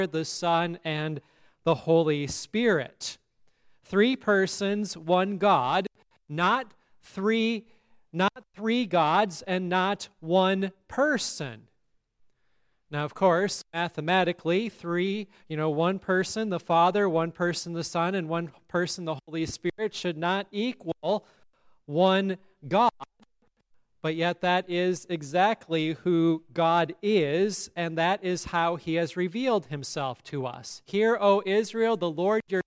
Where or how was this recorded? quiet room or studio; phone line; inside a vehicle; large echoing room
large echoing room